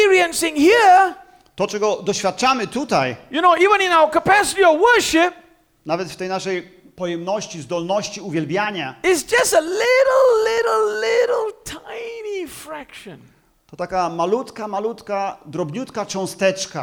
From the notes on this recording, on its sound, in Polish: Nauczanie zostało nagrane podczas spotkania Makrogrupy NOF Church 14.